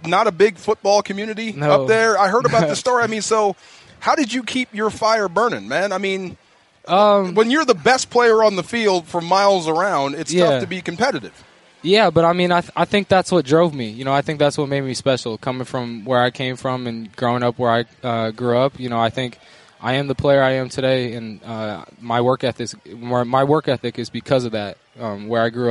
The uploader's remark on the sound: live from Rams training camp